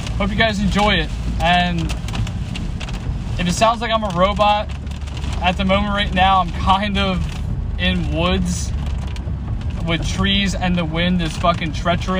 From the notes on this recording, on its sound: During today’s episode I was in a nor’easter driving on my way home and it was scary! If I sound like a robot and I’m stuttering that’s why.